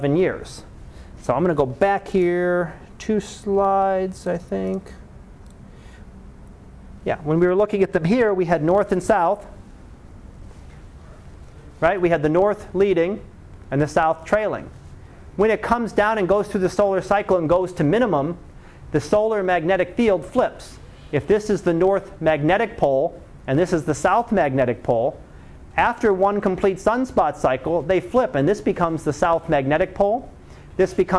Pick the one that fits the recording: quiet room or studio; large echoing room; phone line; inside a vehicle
large echoing room